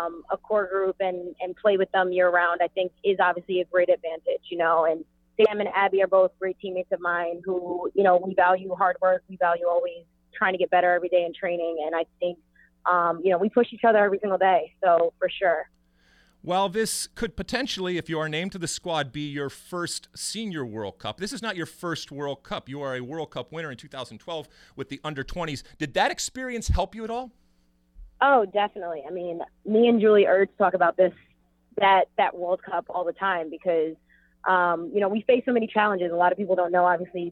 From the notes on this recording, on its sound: via phone